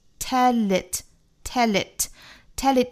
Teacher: 英式发法注意这个舌侧音只发后面的这个弹舌的 light L